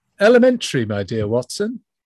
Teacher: the question tone at the end is necessary there with the question mark, the rising tone